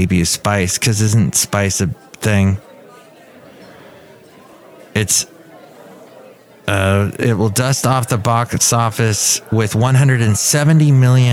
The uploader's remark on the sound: podcasts live from Café Anyway